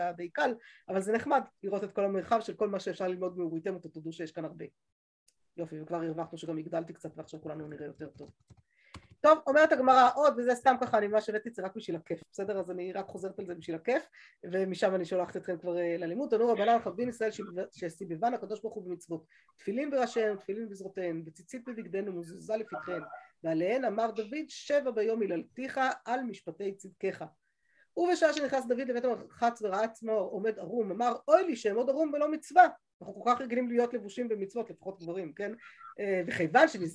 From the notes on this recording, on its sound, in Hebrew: השיעור הועבר והוקלט בזום.